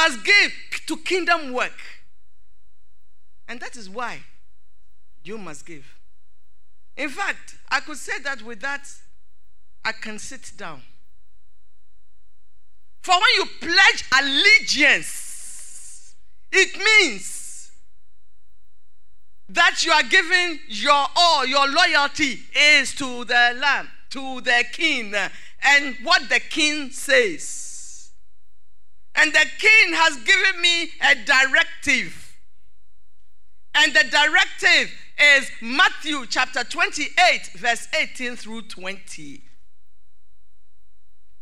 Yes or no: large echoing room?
yes